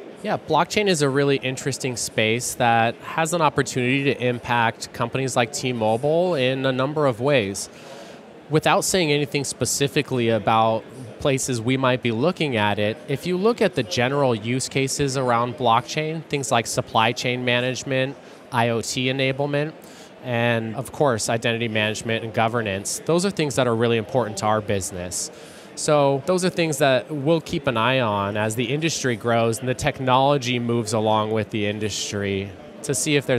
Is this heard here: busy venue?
yes